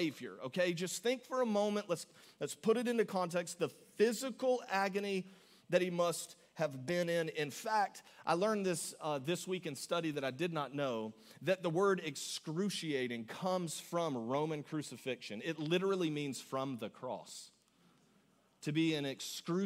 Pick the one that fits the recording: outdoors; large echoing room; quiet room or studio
large echoing room